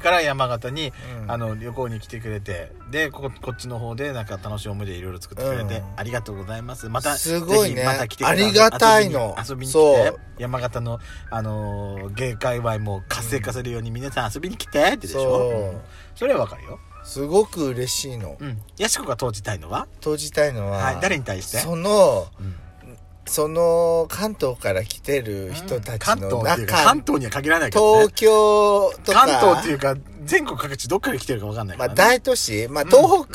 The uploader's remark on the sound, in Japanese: パーキング収録